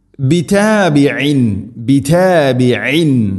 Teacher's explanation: ഐനിൻ്റെ മഖ്റജ് തൊണ്ടയുടെ മധ്യഭാഗം.